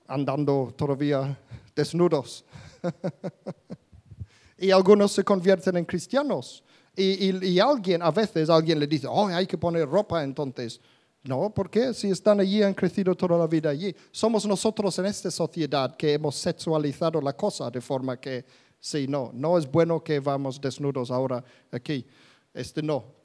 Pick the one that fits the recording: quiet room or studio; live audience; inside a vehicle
live audience